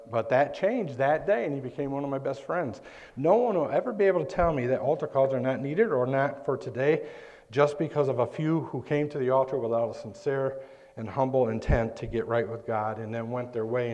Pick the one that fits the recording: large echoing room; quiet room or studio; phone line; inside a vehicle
large echoing room